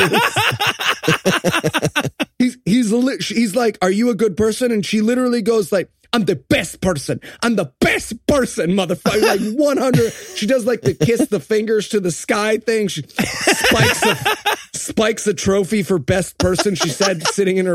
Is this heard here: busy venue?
no